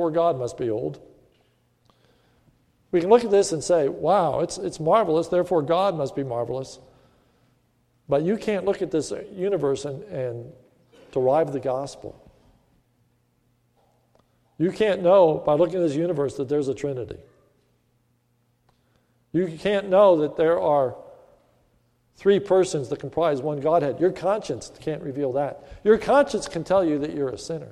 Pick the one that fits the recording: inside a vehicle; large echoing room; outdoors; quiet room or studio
large echoing room